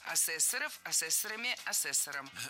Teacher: Существительное «ассессор» имеет неподвижное ударение на втором слоге. Ну а раз оно неподвижное, значит мы его не двигаем при изменении слова.